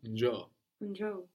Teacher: So it has two O's. It's like two O's that they pretend to be two syllables, no? And the accent goes on the first one · Term: accent on the first